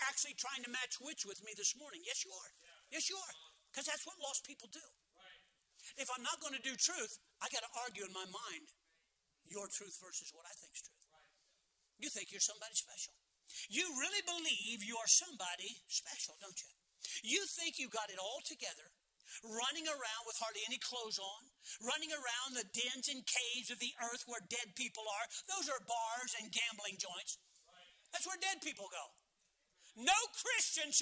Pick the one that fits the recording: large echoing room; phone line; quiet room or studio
large echoing room